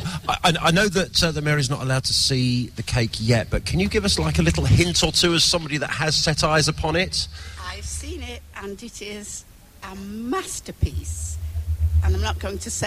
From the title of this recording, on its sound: live at the Chester xmas lights